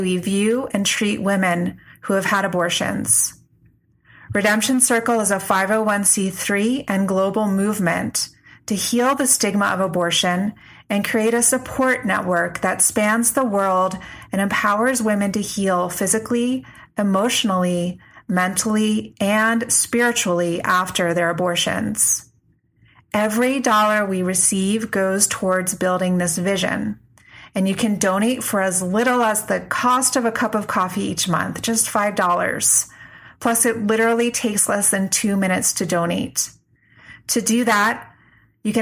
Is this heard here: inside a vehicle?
no